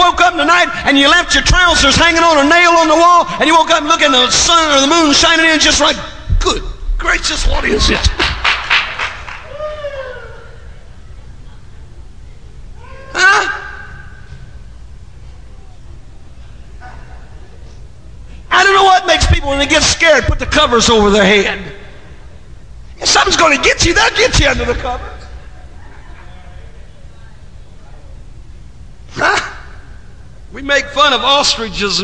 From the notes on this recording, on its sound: at a Conference at Life Tabernacle Church in Baton Rouge, LA